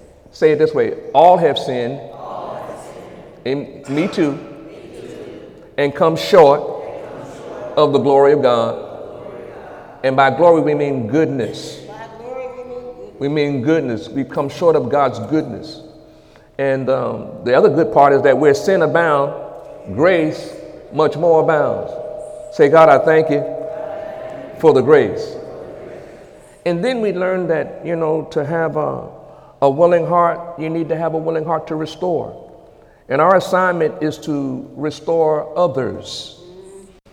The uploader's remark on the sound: During Sunday morning service on January 28, 2018.